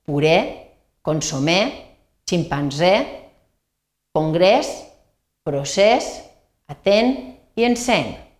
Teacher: Han de dur accent tancat ja que es pronuncien amb E tancada